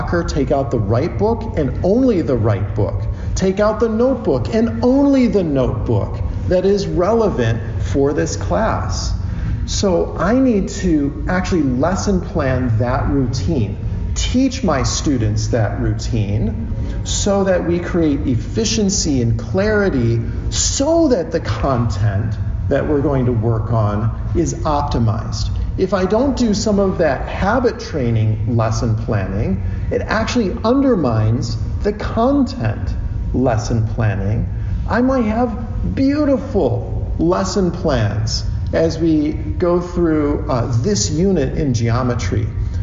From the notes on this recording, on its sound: From his talk at the 2023 SCL Conference in Dallas, TX